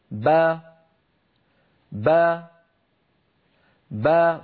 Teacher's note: فبتباعد الشفتين خرجت الباء المقلقلة، بتباعد الشفتين خرجت الباء، وبتباعد الفكين انفتحت الباء، هكذا با با با. · Term: الباء المتحركة